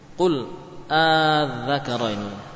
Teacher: Jadi kalau dipanjangkan menunjukkan itu adalah sebuah pertanyaan. · Term: mat farqi